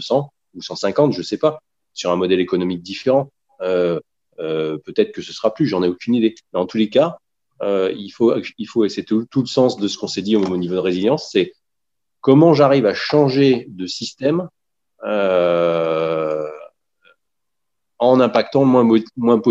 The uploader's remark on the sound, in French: 6 novembre 2020 en visio